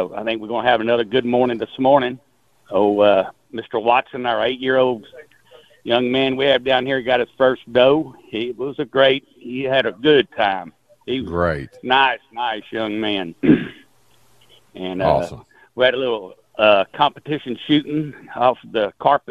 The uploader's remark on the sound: We also open the phone lines.